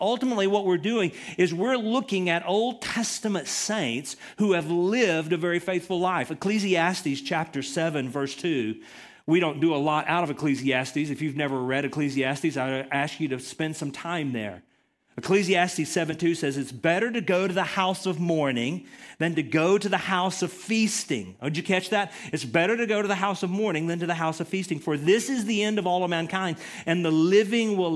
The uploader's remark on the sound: Recorded from the LifePoint Church Riverdale Campus in Murfreesboro, TN.